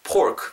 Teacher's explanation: pork 이건 또 피사로 살리셔야 됩니다. 윗니, 윗입술 아랫입술이 닿았다가 터지는 · Term: P 사운드